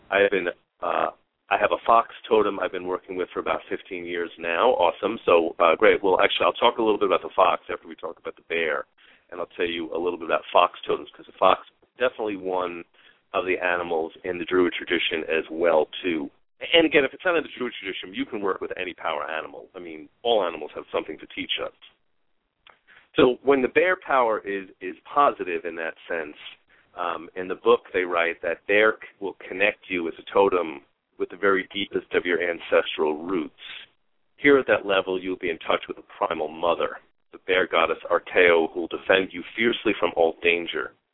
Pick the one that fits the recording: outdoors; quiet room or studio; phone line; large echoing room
phone line